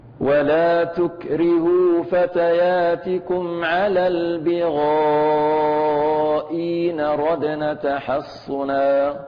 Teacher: نبدل الهمزة الثانية حرف مد ونمدها فقط بحركة